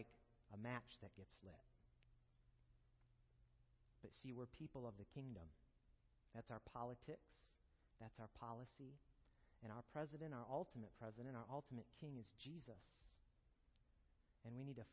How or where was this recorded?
large echoing room